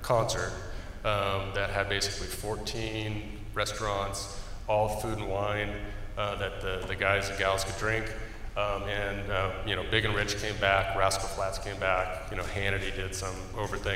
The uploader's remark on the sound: OCFA's Vegas Strong After Action Conference. Four presentations were given at the conference and are being presented in podcast-form here.